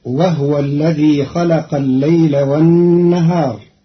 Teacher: قرأ قالون كلمة وهو بإسكان الهاء فتصير وهو الذي خلق الليل والنهار، والضم والإسكان في لغة العرب.